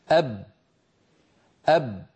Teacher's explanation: بعد أن تقولوا أب اضغطوا وحاولوا أن تجعلوا الصوت يستمر أب، مهما ضغط الإنسان فإن الشفتين قد انقفلتا ولم يعد هناك مجال لأن يمر جزء ولو قليل من الصوت